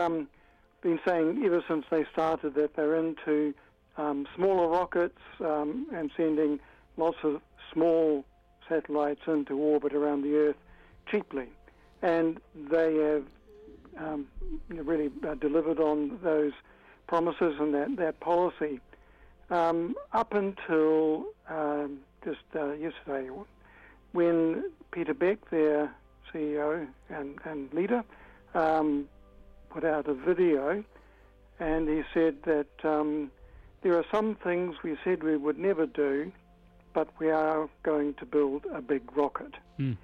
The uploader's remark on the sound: Jumps on the phone to chat.